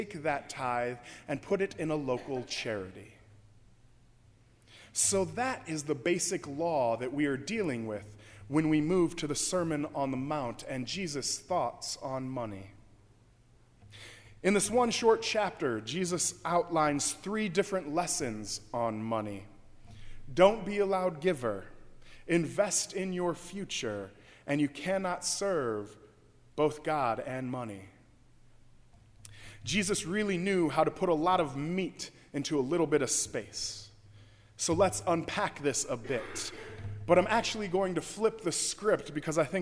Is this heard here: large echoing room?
yes